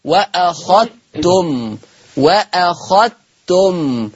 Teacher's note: عندنا كلمة واخذتم، وانا متفق معاكم أن ورش عن نافع يضغم الذال الساكنة في التاء المتحركة فتقرأ هكذا وأخذتم، وأخذتم.